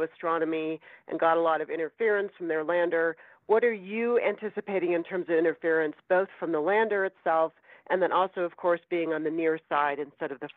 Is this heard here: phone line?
yes